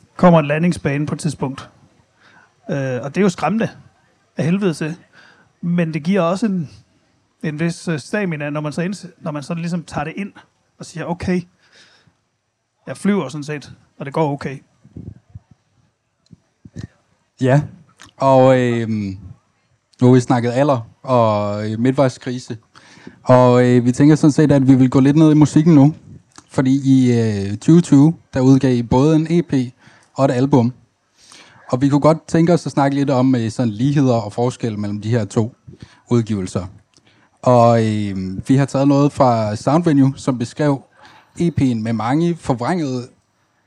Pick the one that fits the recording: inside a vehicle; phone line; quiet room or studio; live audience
live audience